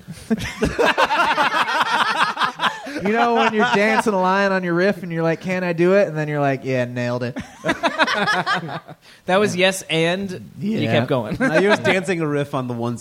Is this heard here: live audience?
yes